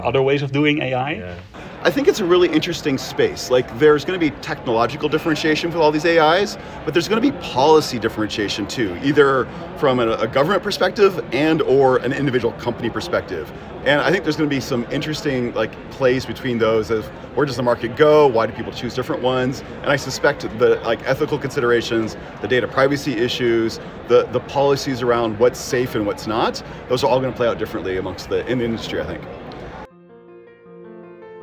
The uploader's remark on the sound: From the CHI2023 Human Computer Interaction conference in Hamburg, I chat in-person with five attendees. In the first of two episodes from the CHI2023 Human Computer Interaction conference in Hamburg, I chat in-person with five attendees.